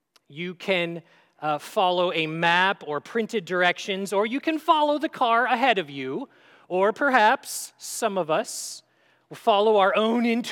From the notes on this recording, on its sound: at Grace City Church in Fargo, North Dakota